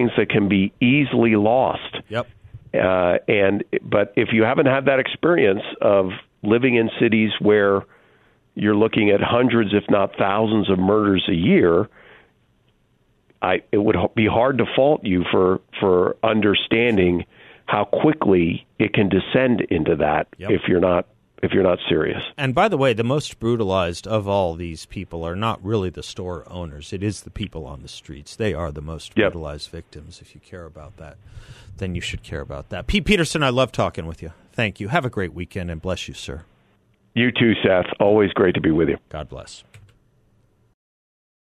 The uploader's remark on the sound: by phone